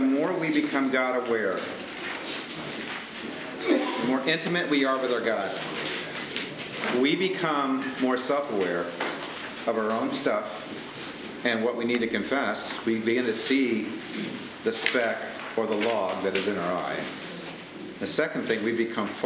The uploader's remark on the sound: Today’s audio comes from the National Disciple Making Forum by Discipleship.org. Navigators Church Ministries led a track called, “Disciple Making Relationships Get Real and Go Deep.”